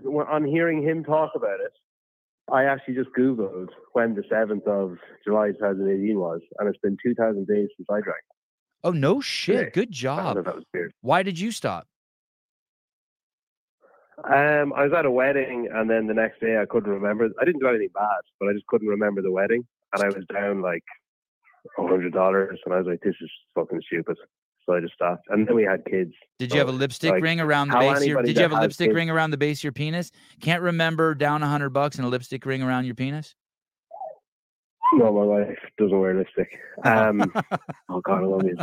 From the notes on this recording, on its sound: Live Call.